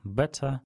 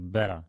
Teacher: Ну, скажем, британский вариант «better» и американский «better», да, такой «tapping», да, вот alveolar tap, э, альвеолярное такое вот э, движение языка по альвеолам, кратковременно такой стук происходит · Shown in: second take · Но в британском варианте, да, в таком RP, это считалось категорически недопустимым, но в современном английском эта тенденция уже в область э, скорее американского идет.